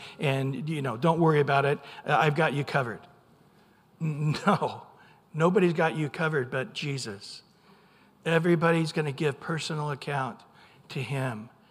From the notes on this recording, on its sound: Recorded at Calvary Chapel of Los Alamitos on Sep 3 2023 on Sunday Morning Sermon.